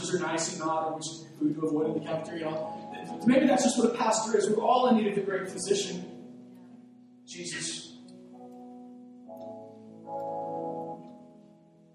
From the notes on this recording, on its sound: The audio on this wasn't recorded properly